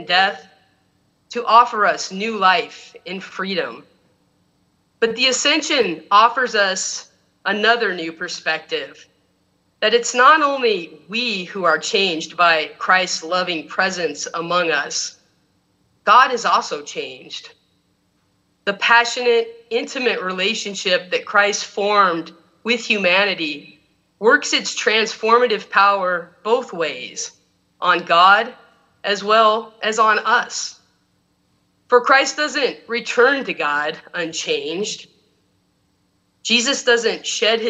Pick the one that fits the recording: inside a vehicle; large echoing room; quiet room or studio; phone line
large echoing room